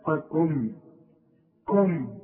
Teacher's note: عندي قاف عالية قوي في التضخيم وبعدين عندي كاف مرققة